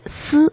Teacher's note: 嘶这个音呢，是舌尖上移，要抵住我们的上齿背